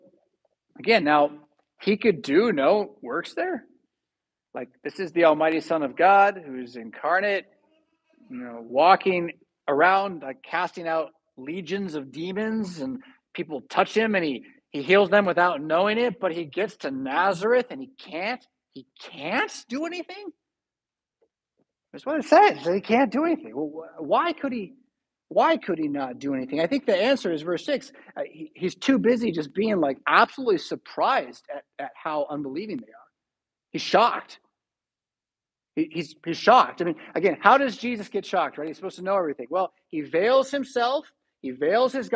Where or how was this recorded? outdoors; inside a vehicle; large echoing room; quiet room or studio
large echoing room